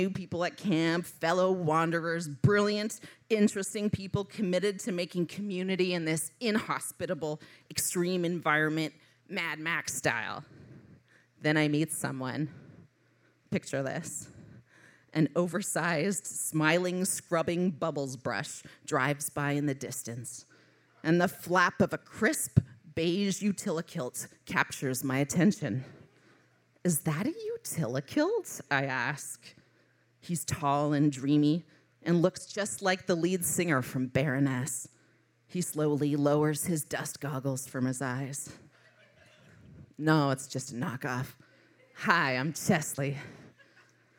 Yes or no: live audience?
yes